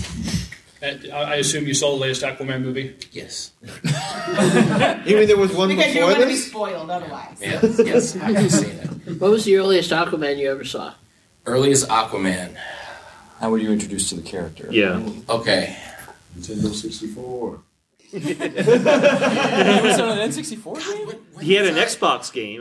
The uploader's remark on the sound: A 2019 Farpoint Con Panel